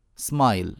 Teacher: بدأنا بسين ساكنة هذا في الإنجليزية وغيرها من اللغات